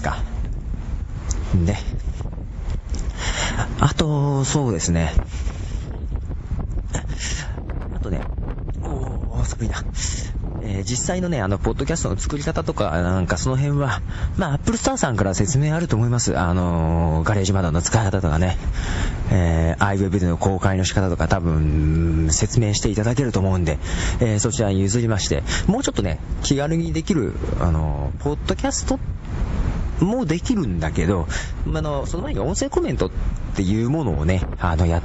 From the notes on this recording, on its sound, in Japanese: 図書館に本を返しにいきながらの収録。風切り音が多すぎで申し訳ない。